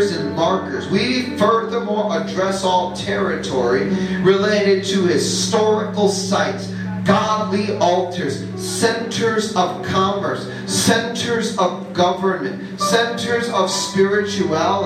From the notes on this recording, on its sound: Ermelo, South Africa. The recording of the first night of a ground breaking conference.